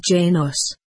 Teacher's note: taught her to pronounce it as Janos, the first syllable stressed